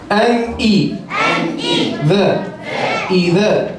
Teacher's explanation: نون ساكنة مظهرة قبل الهمزة المكسورة